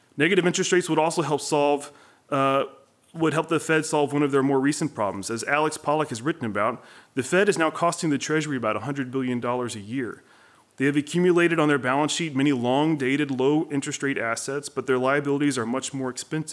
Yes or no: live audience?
yes